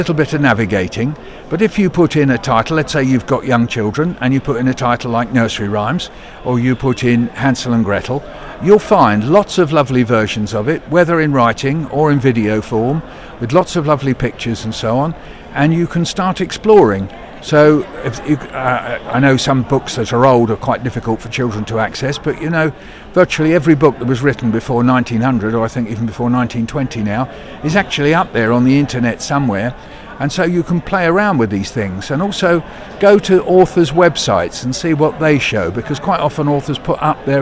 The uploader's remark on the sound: Bett2023 Show Floor broadcasting